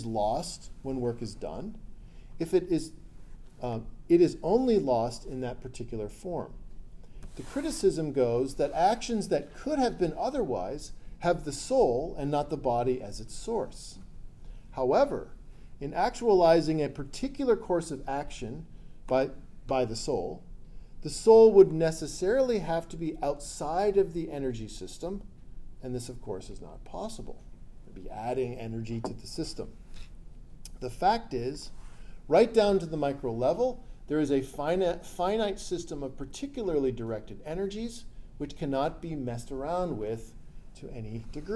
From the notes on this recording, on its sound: This lecture was given on November 18th, 2023, at University of South Florida.